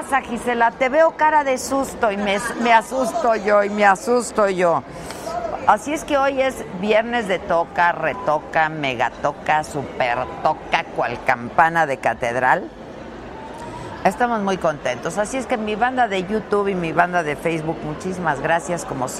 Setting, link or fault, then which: setting, busy venue